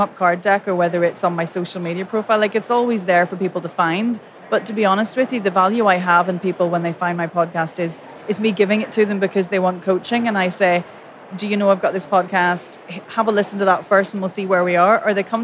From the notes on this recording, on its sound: Record a real life on-the-sofa-next-to-me show with some favourite work pals at The Podcast Show London 2023. I got to record a real life on-the-sofa-next-to-me show with some favourite work pals at The Podcast Show London 2023 .